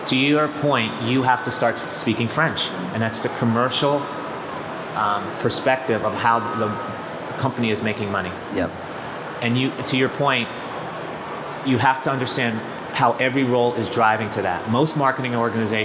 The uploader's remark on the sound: We brought the podcast to you LIVE from the B2B Marketing Expo at the ExCeL London! Thank you to everyone who attended the session!